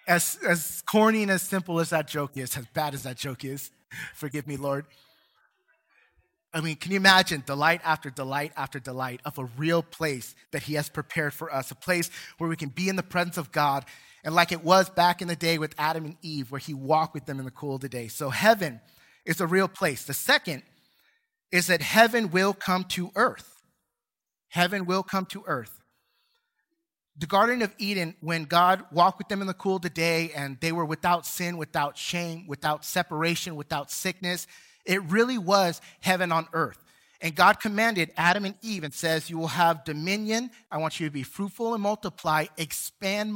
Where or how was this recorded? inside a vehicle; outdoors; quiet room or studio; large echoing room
large echoing room